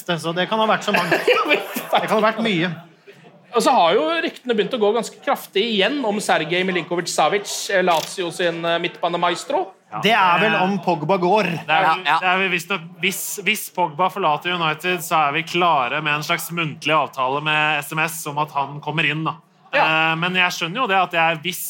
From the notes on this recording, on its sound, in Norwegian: satte vi oss ned foran publikum på puben Scotsman i Oslo